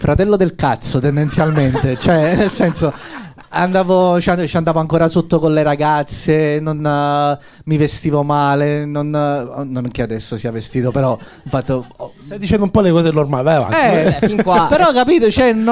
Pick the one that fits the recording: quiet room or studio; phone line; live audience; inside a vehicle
live audience